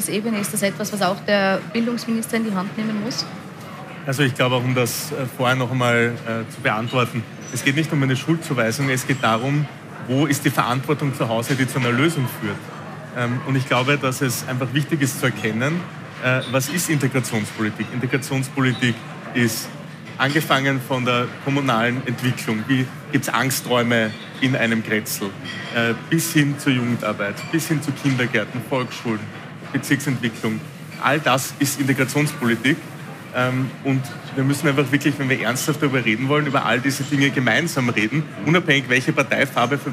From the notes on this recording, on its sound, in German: Spezialabend zum Thema Jugendgewalt live aus der Millennium City. Zu einem „Pro und Contra Spezial“ aus im Segafredo Millennium City.